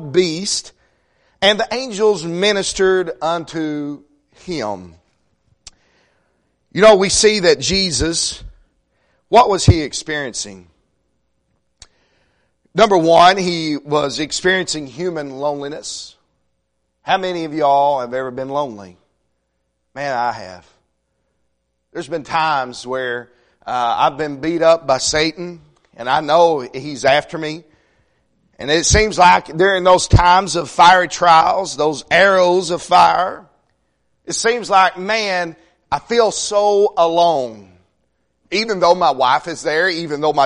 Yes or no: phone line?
no